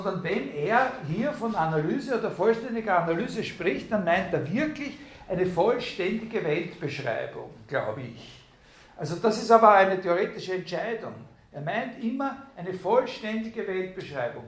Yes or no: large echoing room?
yes